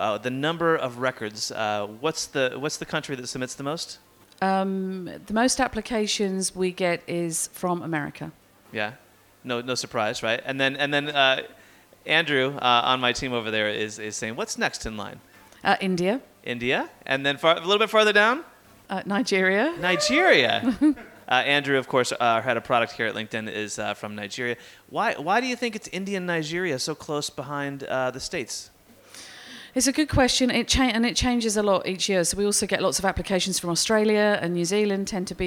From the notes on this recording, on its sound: live from the LinkedIn Lab at Festival of Marketing in London